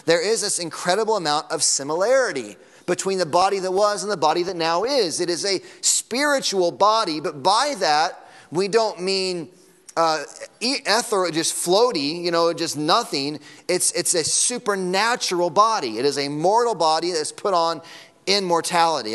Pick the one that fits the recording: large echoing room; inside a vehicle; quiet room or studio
large echoing room